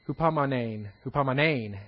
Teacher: The emphasis is on the last syllable.